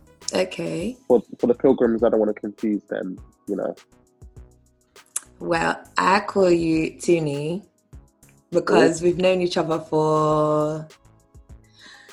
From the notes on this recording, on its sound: As we are currently in quarantine/lockdown, we did this over zoom!